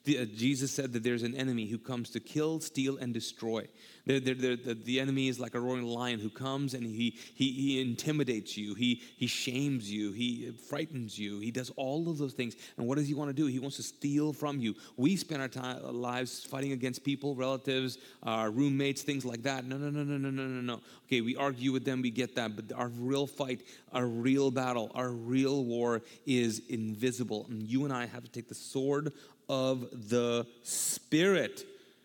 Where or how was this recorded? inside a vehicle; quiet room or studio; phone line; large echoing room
large echoing room